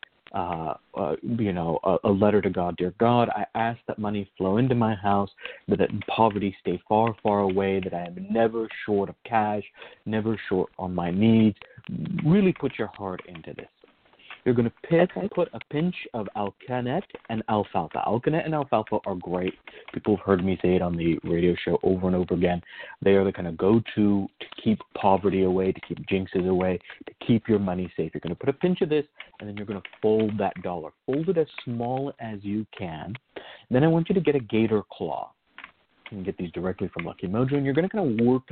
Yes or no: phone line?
yes